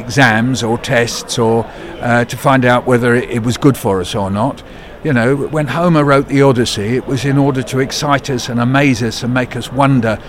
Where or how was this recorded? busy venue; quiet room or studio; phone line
busy venue